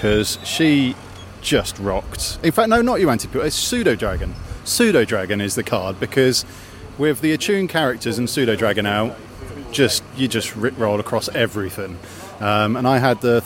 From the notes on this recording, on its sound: This week's episode was recorded almost entirely live at the UK Games Expo 2018.